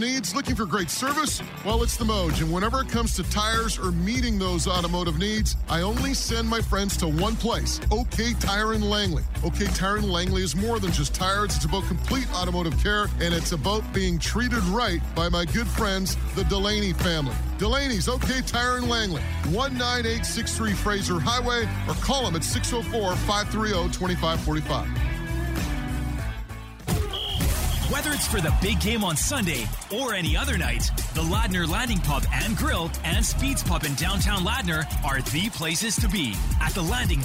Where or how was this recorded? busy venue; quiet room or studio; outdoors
busy venue